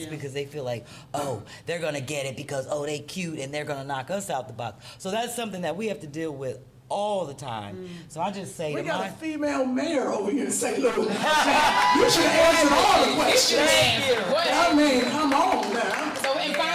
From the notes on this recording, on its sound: This event was a live conversation with some special audience interaction held at High Low Literary Arts Cafe in Grand Center, St. Louis, MO.